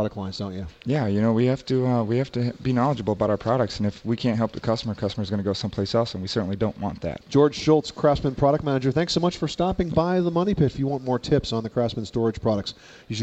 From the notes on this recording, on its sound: Live from the National Hardware Show. Live broadcast from the 2010 National Hardware Show in Las Vegas, Nevada. Interviews with leading manufacturers.